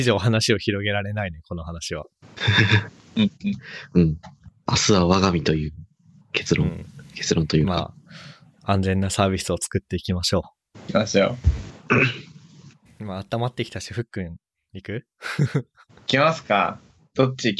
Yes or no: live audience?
no